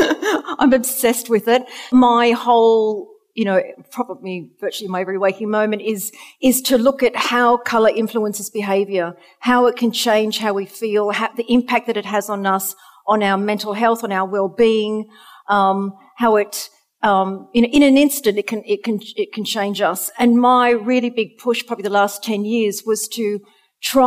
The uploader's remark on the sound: We celebrate our first anniversary with a live audience special where we talk all about colour and interior design. Recorded at the fabulous Roca London Gallery in Chelsea Harbour.